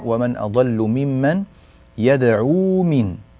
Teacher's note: لاحظي بعد العين يوجد واو، لو قلت يدعو من حذفت الواو